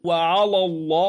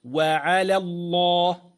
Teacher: يجب المحافظة على ترقيق لام على، وهي الأولى، لئلا تفخم من أجل التفخيم الذي بعدها في لام اسم الجلالة الله · Shown in: second take